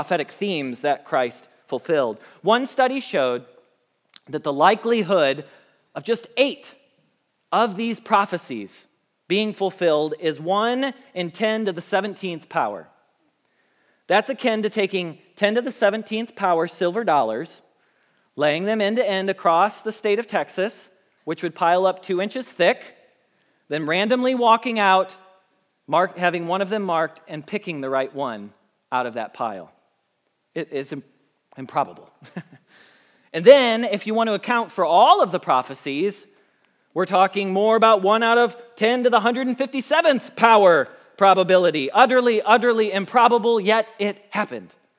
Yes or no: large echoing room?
yes